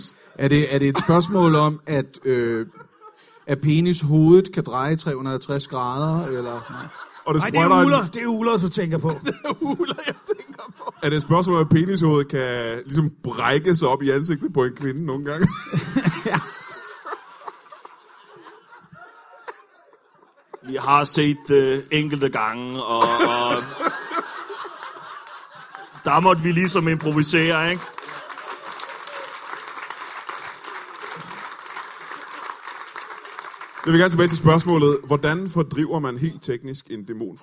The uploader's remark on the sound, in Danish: LIVE fra Comedy Zoo Aarhus